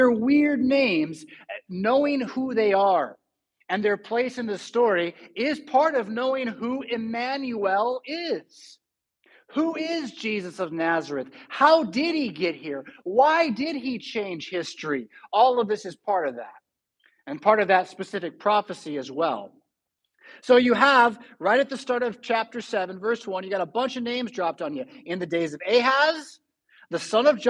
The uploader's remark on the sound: Preached at St Paul Lutheran Church , Rockford, Illinois on December 11, 2022.